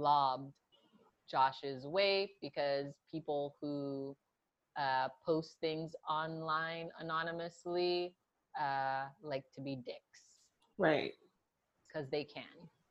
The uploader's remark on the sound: You'll only hear about a quarter of it though because technical difficulties abound!